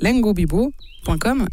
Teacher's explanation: Si on met l'accent tonique, c'est sur le i.